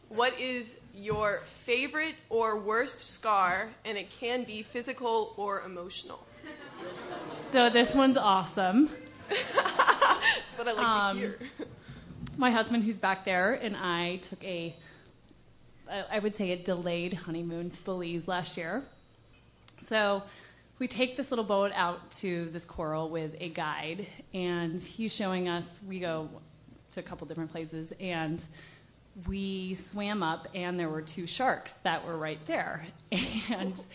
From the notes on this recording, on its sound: Ask Roulette is a conversation series in which strangers ask each other questions on stage. Our March show at Housing Works Bookstore in New York City. Some audience members.